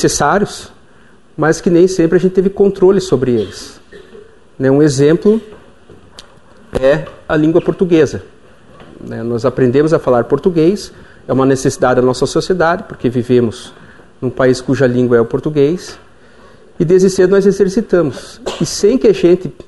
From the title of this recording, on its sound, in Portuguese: Palestra ao Público